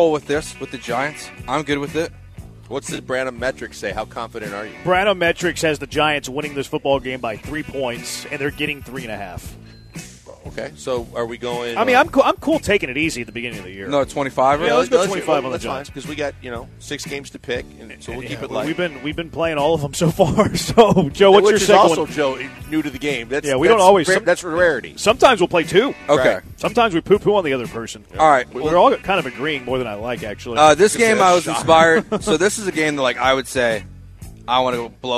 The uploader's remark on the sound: LIVE from East River 9 in East Downtown!